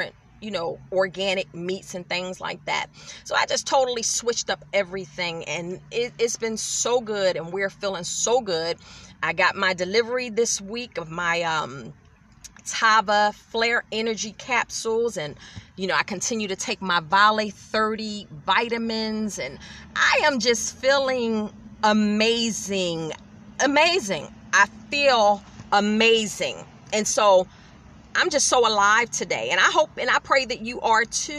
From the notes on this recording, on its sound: In my car